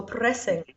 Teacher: you rolled, you flipped the R after the P